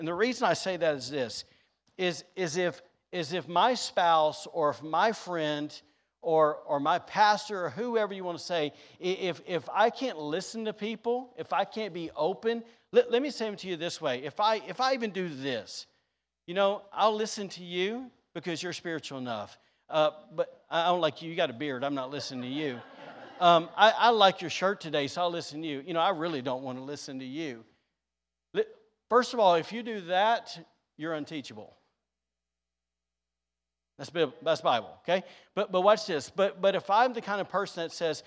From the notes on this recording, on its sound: Was recorded on Sunday, May 1st, 2022, during service at The Anchor Church in Rockport, Maine.